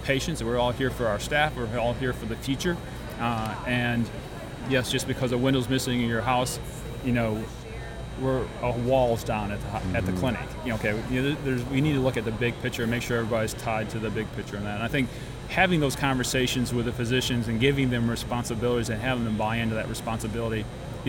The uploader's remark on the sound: during MGMA’s 2019 Annual Conference in New Orleans